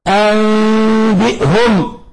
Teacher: نون ساكنة، هي جاء بعدها الباء في نفس الكلمة تقلب ميما مخفى بغنة · Term: القلب